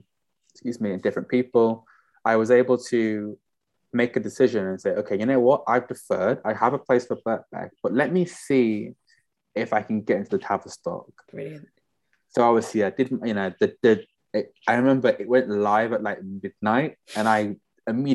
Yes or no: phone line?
no